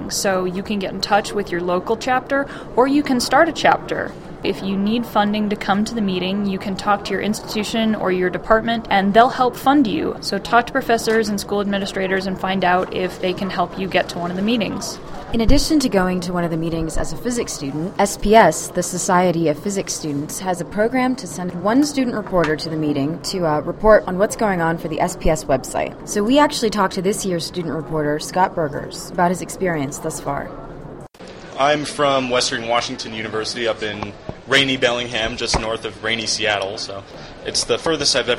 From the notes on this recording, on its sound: Poke around an APS Meeting in Denver, CO and talk with some students about their experiences at the conference.